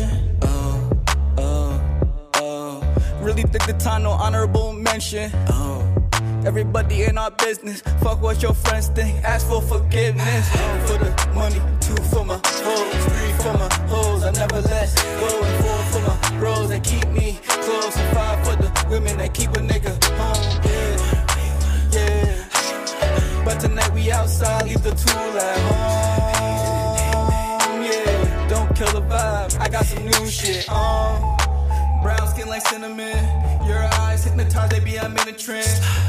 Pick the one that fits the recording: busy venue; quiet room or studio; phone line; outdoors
busy venue